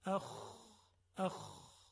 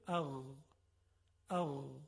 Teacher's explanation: حرف خا یه مقداری خشنتره، اما حرف غین خیلی لطیف و نرم و روان هست صداش